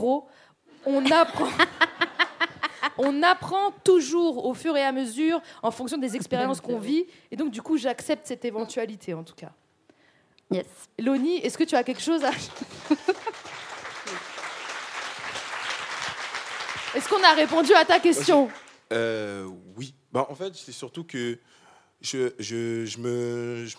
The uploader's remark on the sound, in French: EN LIVE SUR SCÈNE